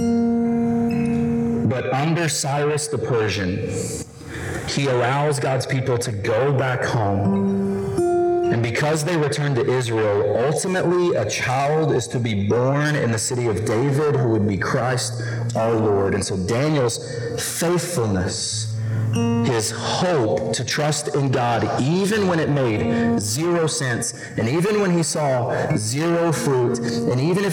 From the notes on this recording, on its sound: We apologize for the distorted audio, and it will be fixed in the coming weeks.